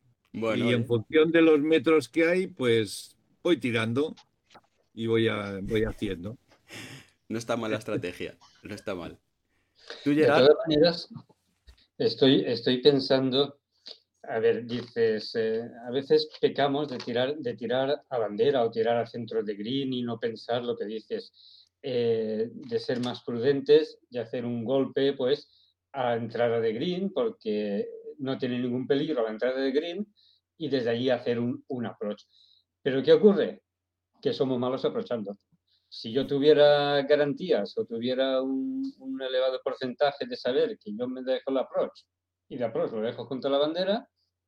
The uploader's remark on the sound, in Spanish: Grabación de la reunión virtual de marzo 2023.